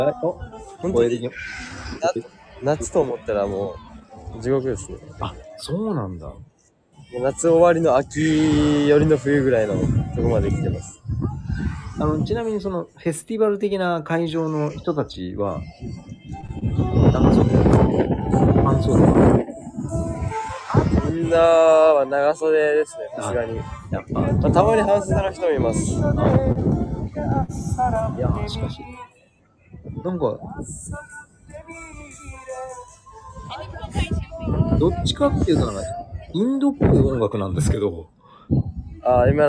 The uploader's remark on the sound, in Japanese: メルボルンの年末モードを街中からつたえる。臨場感たっぷりに収録しました。